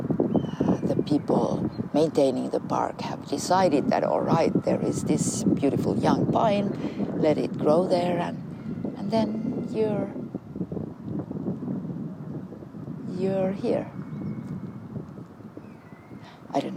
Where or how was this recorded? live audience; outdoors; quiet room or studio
outdoors